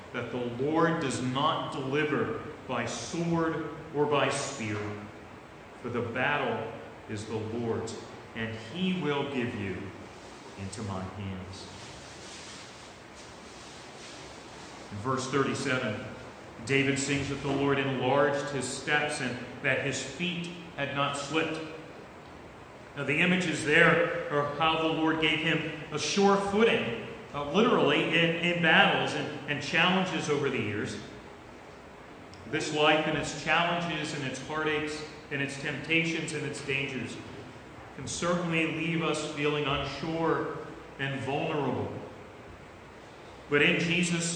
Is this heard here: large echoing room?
yes